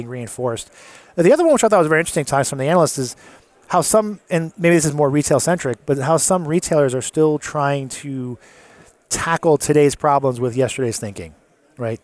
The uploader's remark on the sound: Live at Gartner. Recorded on the show floor.